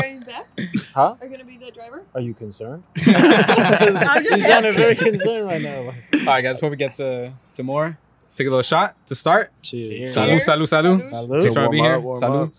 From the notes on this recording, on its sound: On location, mobile pod from 7-Eleven.